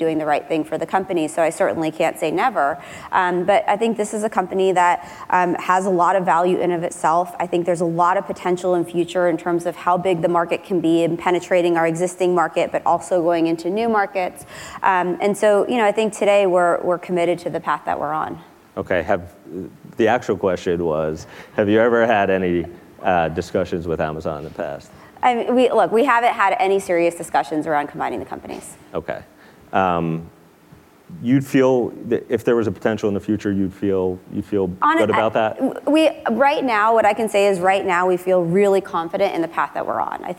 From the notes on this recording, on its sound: Live at Code 2018. At the 2018 Code Conference.